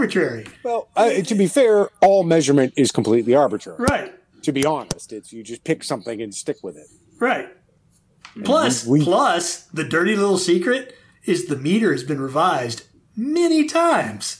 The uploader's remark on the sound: There is some kind of echo on this one, probably had my mic level too high.